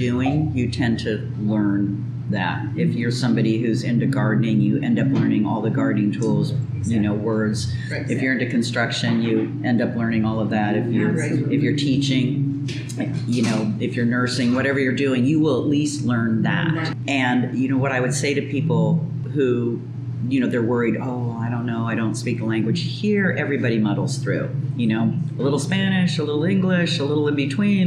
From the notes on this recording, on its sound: A shout out to Cafecito Lindo for allowing us to record our interview in their cafe.